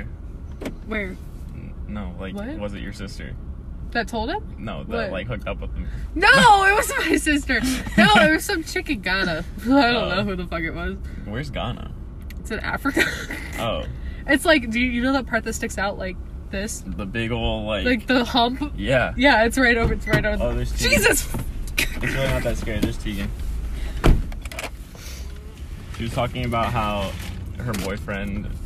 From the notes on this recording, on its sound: Hanging out with friends in my car before school starts.